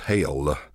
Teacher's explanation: televangelists who really like to elongate those vowels with words like hell, which becomes hail